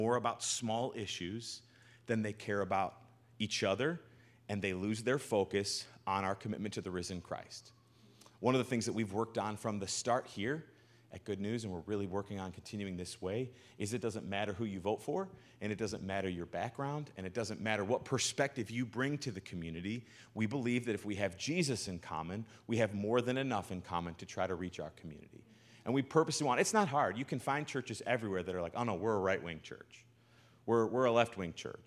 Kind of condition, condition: setting, large echoing room